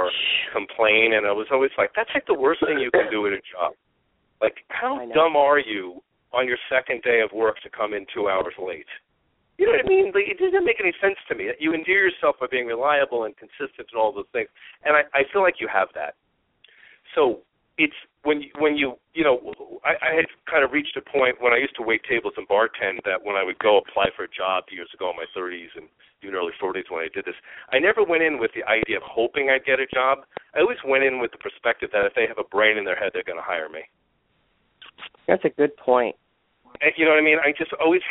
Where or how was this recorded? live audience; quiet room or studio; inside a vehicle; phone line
phone line